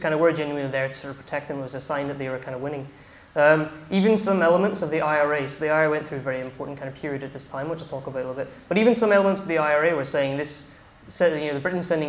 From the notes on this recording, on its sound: In this talk from Revolution Festival 2019